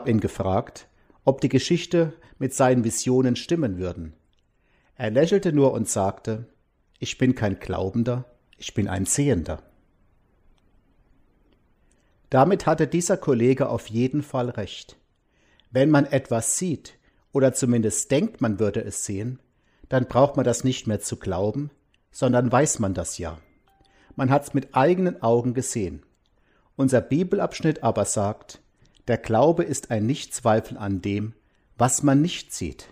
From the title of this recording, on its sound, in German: Gottesdienst am Palmsonntag 2021